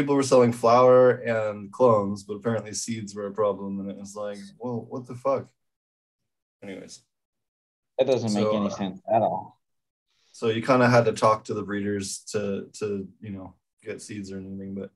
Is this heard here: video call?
yes